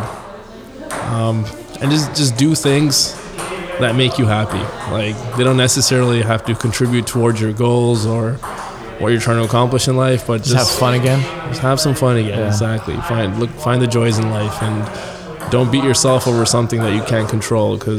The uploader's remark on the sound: This podcast taped live at an event hosted by lululemon